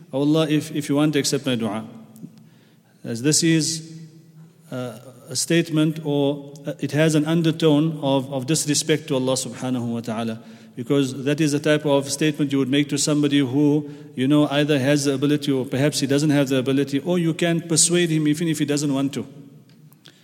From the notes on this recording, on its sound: at the Houghton Masjid (West Street)